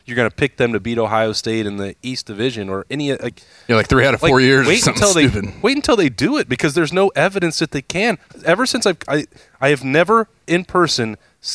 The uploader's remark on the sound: Another edition of Lettermen Live at Roosters. As always, Lettermen Live is hosted by Roosters on Olentangy River Road in Columbus.